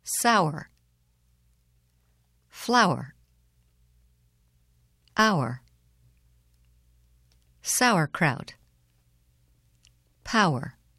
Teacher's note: To pronounce ow before the consonant r, begin with ow, then move your lips to the unstressed vowel position. Finally, round your lips and push them outward into the r position. This is a very long vowel sound. · Term: sound our